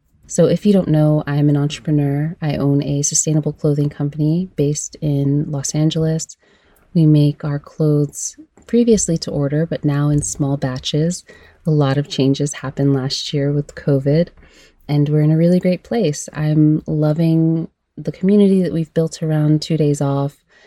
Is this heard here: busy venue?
no